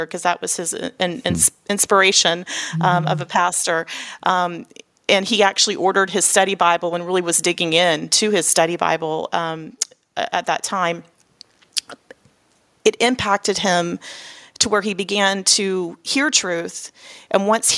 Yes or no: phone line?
no